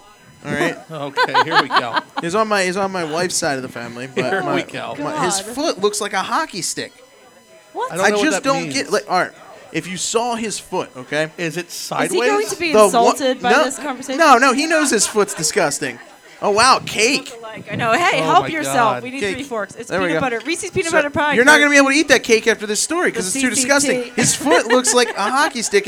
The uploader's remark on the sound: TDMS Live at the CCT V200